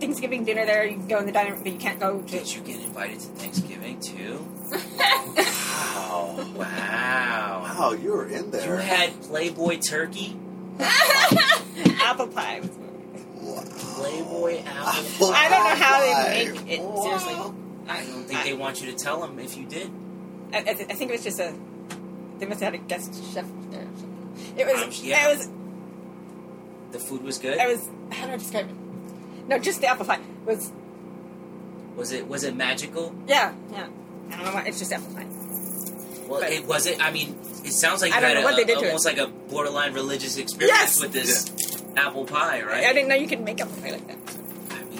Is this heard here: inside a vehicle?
yes